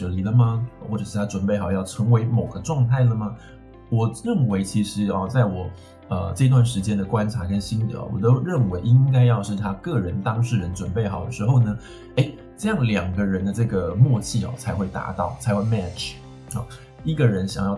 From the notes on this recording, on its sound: Microphone: ASUS ZEN PHONE 5. Edit software: Adobe Audition CC 2018.